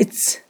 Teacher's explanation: إتباع كاف المؤنث الموقوف عليها سينا أو قلبها سينا · Term: الكسكسة